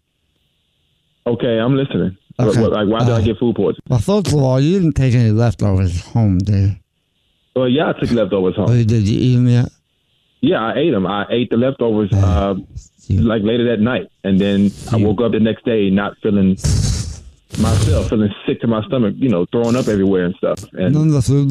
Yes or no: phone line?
yes